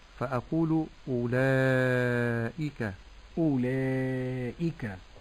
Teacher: نعم، ولا أفخم المد فأقول أولاء هذا خطأ أيضا، ولكن أرقق المد وأحقق كسرة الهمز بعد المد